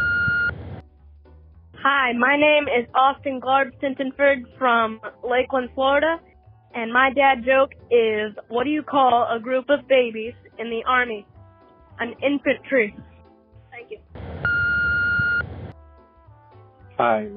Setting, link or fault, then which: link, phone line